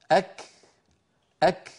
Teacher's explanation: العرب كانت تنطق الكافة في أول نطقها محبوسة الصوت، ثم يفرجون عنها يعني يباعدون طرفي المخرج، فيتدفق شيء من الهواء الذي كان محبوسا خلف المخرج · Term: مهموستين